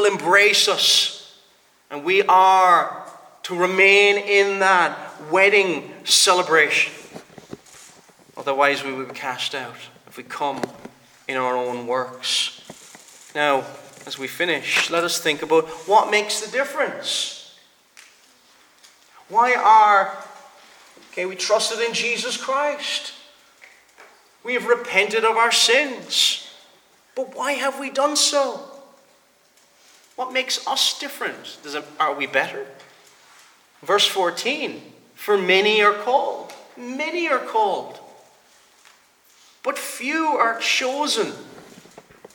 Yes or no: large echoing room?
yes